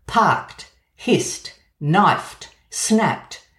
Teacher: in verbs like parked, hissed, knifed, snapped, the final sound morphs into the voiceless consonant t